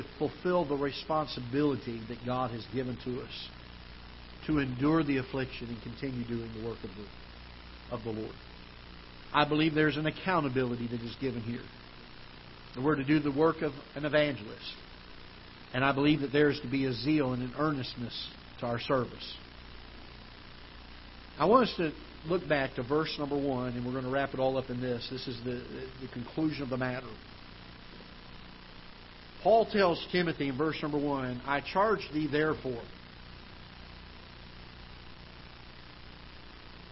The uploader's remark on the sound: Ketha Heights Baptist Church ~ Live Broadcast